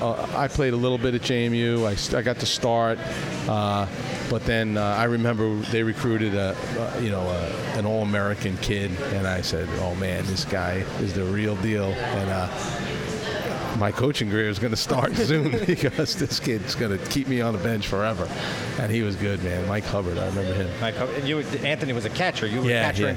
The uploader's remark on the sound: Recorded at Patchogue's Donatina's Pizza Cafe. The episode, recorded at Patchogue's Donatina's Pizza Cafe.